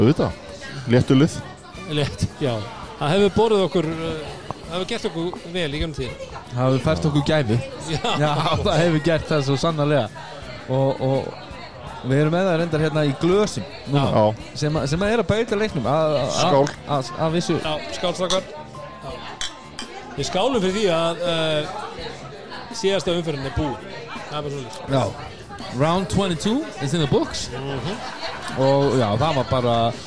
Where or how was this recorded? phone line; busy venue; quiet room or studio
busy venue